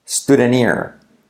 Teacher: Salto el H de here.